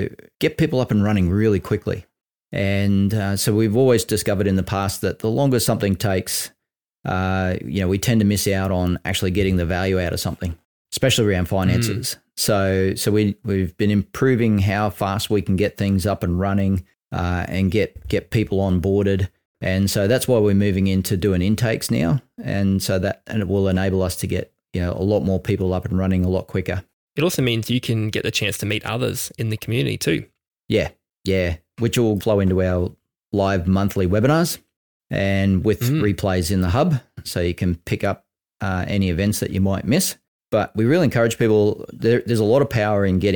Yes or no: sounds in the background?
no